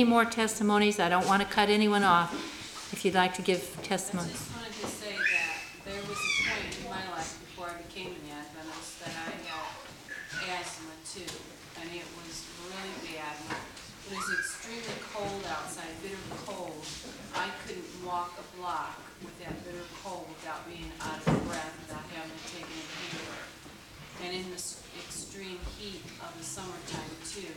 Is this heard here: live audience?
yes